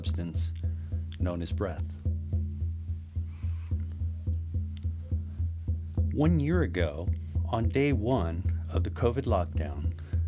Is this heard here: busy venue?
no